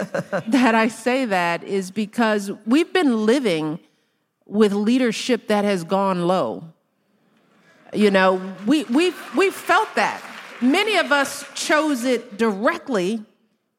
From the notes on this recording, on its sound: While on her book tour for “The Light We Carry,”. In front of a live audience. Special thanks to Higher Ground Media for providing Making Space with this audio.